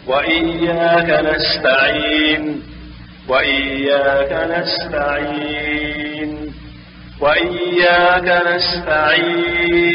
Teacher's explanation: الأوجه الثلاثة على الإشمام: القصر والتوسط والطول، لأن الإشمام كالإسكان